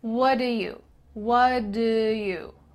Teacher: The T in what is cut out and instead it's replaced by the word do, which is linked together.